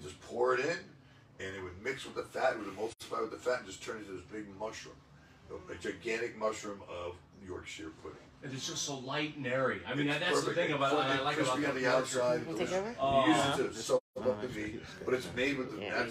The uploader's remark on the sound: Live at the Peppermint Hippo!